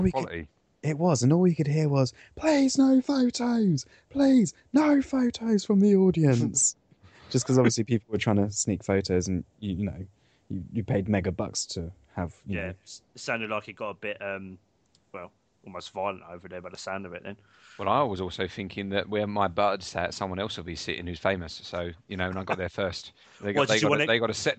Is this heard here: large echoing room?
no